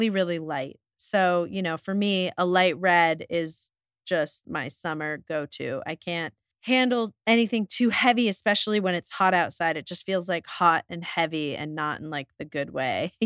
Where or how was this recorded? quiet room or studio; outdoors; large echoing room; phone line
quiet room or studio